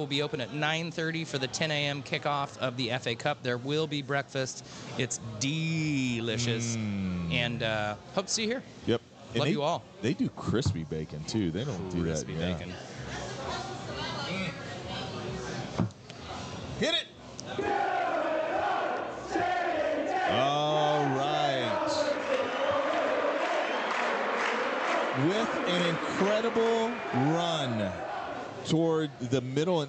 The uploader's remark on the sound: celebrating live from Chatham Tap Fishers